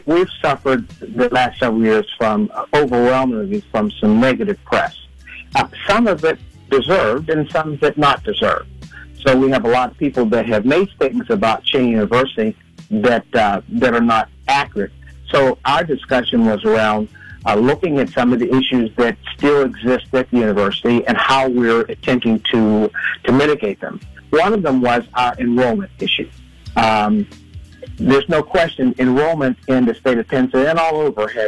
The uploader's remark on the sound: called in to share the good news